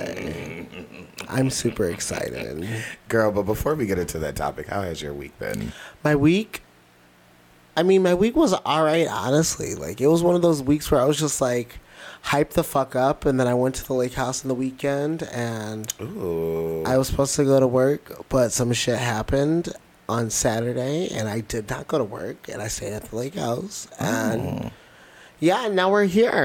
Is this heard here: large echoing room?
no